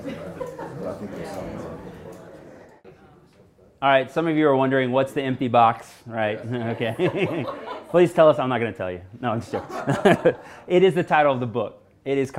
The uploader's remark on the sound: At the 100X MavCon event in Queenstown New Zealand he had the audience captivated